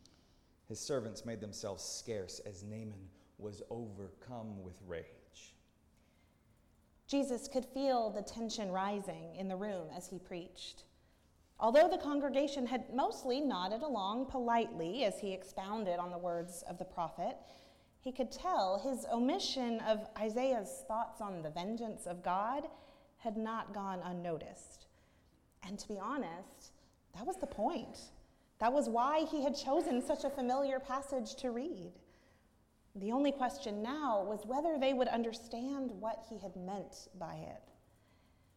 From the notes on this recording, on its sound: at Northminster Church on July 7, 2019